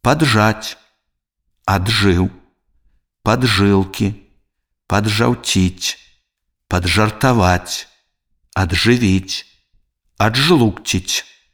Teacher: У словах, дзе «д» – гук прыстаўкі, а «ж» – гук кораня, трэба вымаўляць два асобныя зычныя гукі, а не афрыкату «дж»